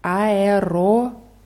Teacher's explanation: Das erste O wird als A ausgesprochen und das zweite als O